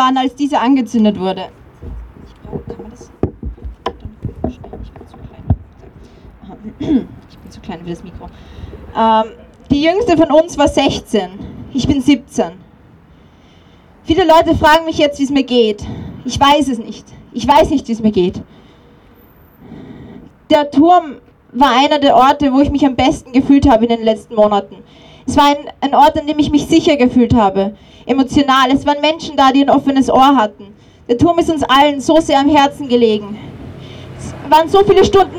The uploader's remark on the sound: O-Ton Mahnwache gegen den Brandanschlag auf Klimaaktivist*innen.